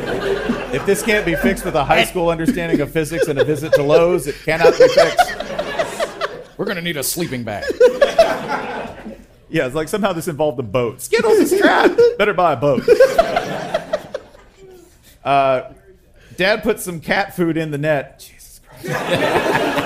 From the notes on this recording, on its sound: Live at SXSW! We cut out the Q&A portion of the show.